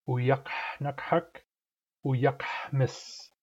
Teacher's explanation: The root for information or news, uyak, ends in a Q and a back H, and both should be clearly pronounced.